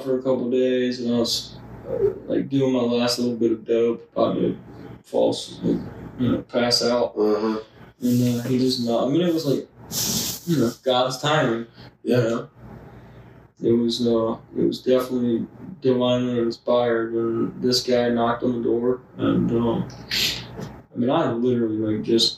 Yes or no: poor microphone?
yes